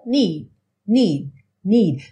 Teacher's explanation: Ou seja, você pode ouvir essa percussão need, need, ou need, need, need. Você tem a intenção de fazer o D, mas ele não soa realmente · Term: consoantes oclusivas